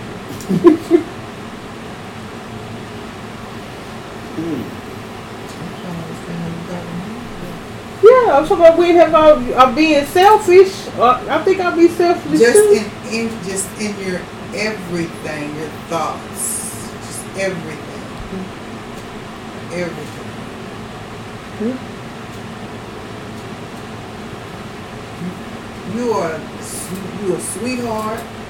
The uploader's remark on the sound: The audio sucks....